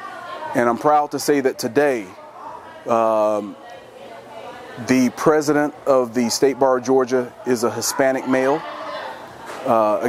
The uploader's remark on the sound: at the 2023 Annual State Bar of Georgia Conference